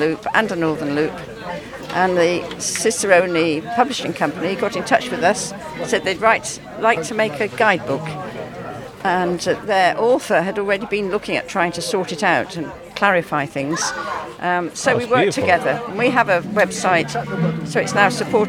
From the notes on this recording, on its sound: Situated at the opening event of the Belle Vue Art Festival's opening event "Lets Celebrate" on the riverside in between Greyfriars Bridge and Stop Café. The community had come out to listen to live music, ride on the Rickshaws and learn about what is coming over the next few weeks with the festival.